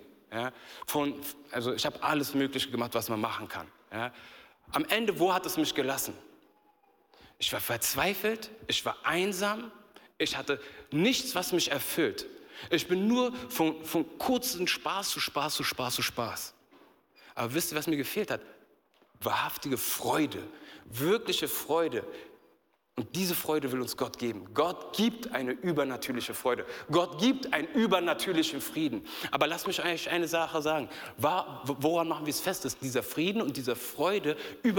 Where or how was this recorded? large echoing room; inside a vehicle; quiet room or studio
large echoing room